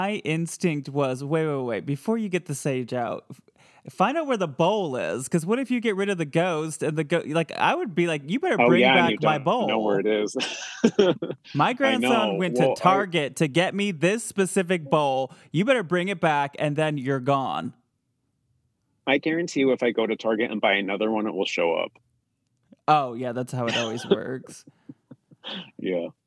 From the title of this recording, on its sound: Listener Phone Call Extravaganza Part XXIV